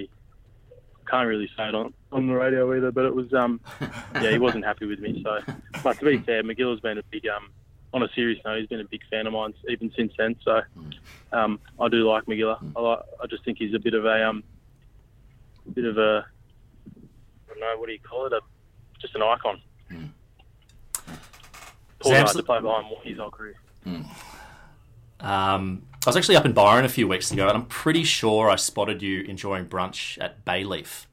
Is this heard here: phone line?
yes